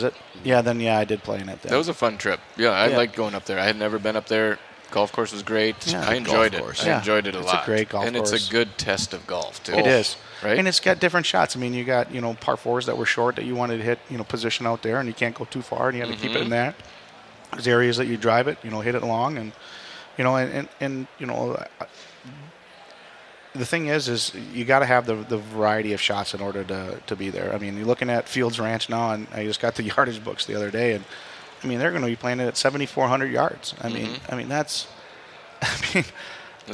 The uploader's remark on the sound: LIVE from the Golf Show. 2024 Minnesota Golf Show!